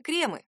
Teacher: Литературным вариантом считается именно кремы с ударением на «е». Большой орфоэпический словарь русского языка 2012 года в скобках отмечает «крема».